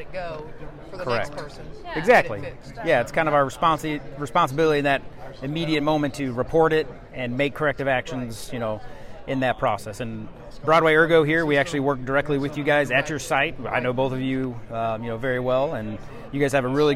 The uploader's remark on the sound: VPPPA Live Conference Podcast Interviews. Broadway Ergonomics had the opportunity to participate in the Region 7 VPPPA conference this past June held in Branson, Missouri. As part of our exhibitor booth, we interviewed attendees of the conference for the podcast.